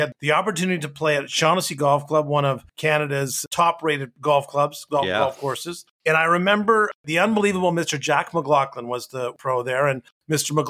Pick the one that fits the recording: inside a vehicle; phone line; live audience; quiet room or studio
quiet room or studio